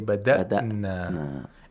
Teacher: We have hamzatul qatar and the word bada'na. We have to make sure that the hamza is pronounced like a glottal stop.